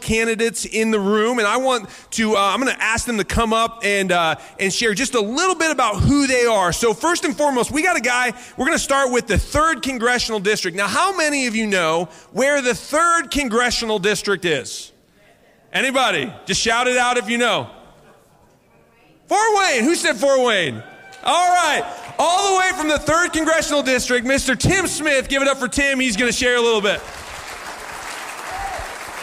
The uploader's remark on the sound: Live From Life Church